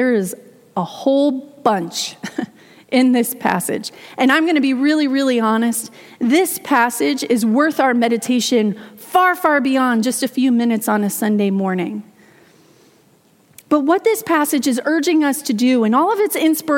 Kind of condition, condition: setting, large echoing room